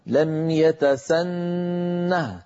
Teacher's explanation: لم يتسنه، انظروا إليها في الآية الأخيرة التي قرأنا، هذه الهاء في آخرها، هذه اسمها هاء السكت، تلحقها العرب في بعض الكلمات لبيان حركة الحرف الموقوف عليه. لم يتسنه، لولا الهاء لوقفت عليها، لم يتسن بنون مشددة مغنونة، لم يتسن لولا الهاء، لكن بوجود الهاء لم يتسنه.